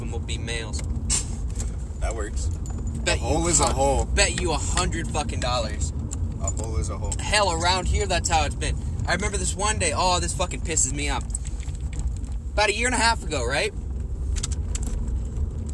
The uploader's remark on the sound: in the car talking